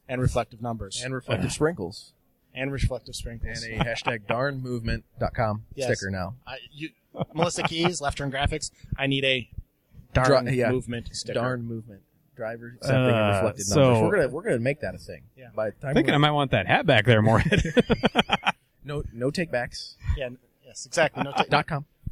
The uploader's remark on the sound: On this special edition of the Illiana Stock Car Radio Podcast, the guys record on location from the Chicagoland Racing Memorabilia and Collectibles show that was held at the Will County Fair Grounds in Peotone, IL.